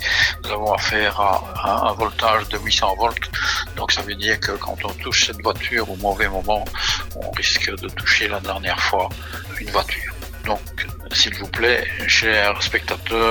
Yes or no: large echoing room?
no